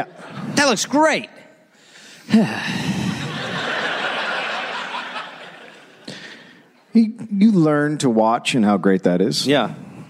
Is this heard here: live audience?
yes